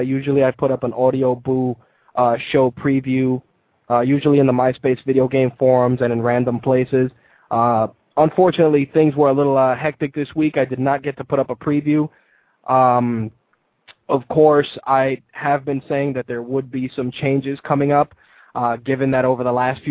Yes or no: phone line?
yes